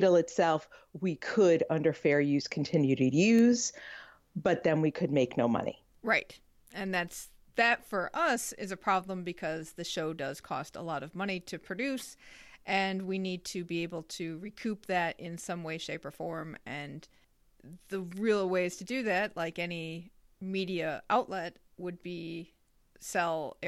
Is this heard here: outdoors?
no